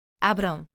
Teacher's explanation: Finally, we have ao, as in abram, meaning open, similar to the arm sound in English but without the R and nasalized